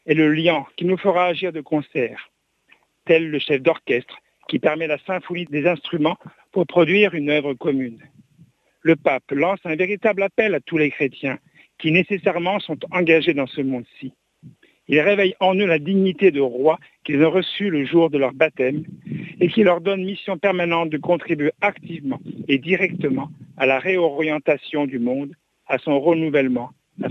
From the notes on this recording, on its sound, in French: Invité par téléphone.